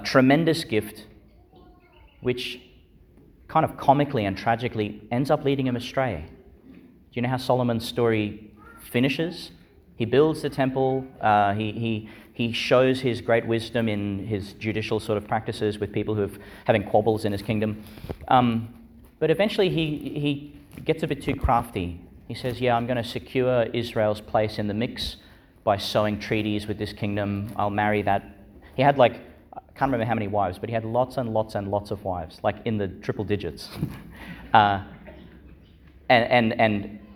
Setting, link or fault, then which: setting, large echoing room